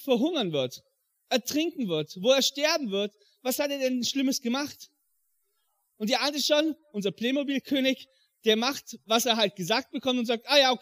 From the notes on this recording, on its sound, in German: im Rangergottesdienst in der Life Church Ansbach